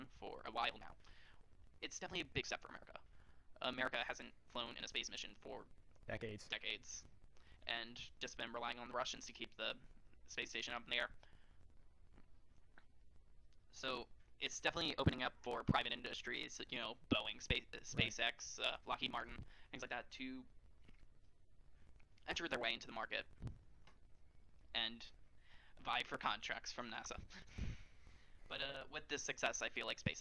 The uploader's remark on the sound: Apologies for any audio discrepancies